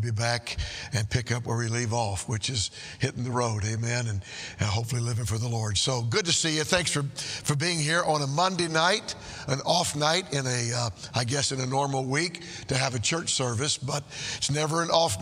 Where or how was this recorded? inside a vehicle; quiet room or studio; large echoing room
large echoing room